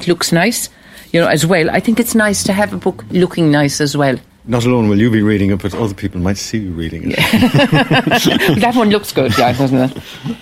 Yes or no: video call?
no